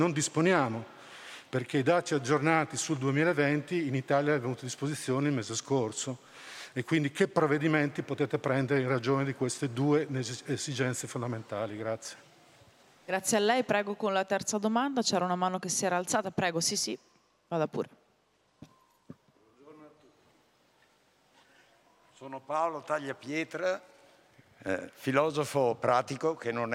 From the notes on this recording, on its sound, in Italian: al Festival dell’Economia di Trento 2021